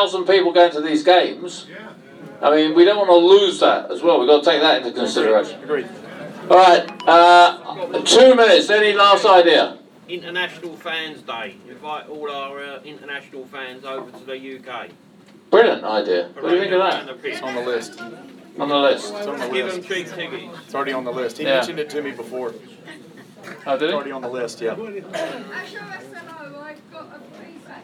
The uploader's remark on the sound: Part 2 of this special Meet The Owners was recorded in the Supporters Club. Spoke to a live audience of Leyton Orient fans.